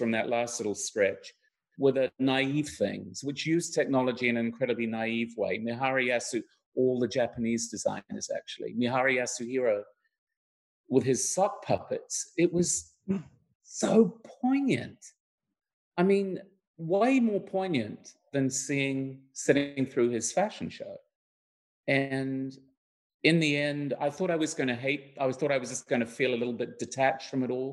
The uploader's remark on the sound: LONDON, United Kingdom. Virtual panel discussion.